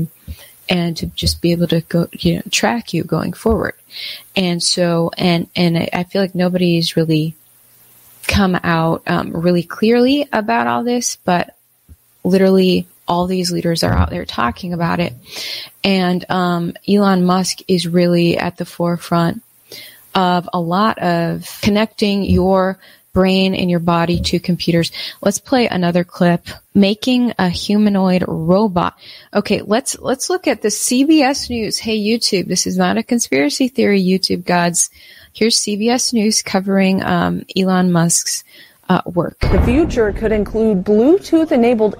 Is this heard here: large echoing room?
no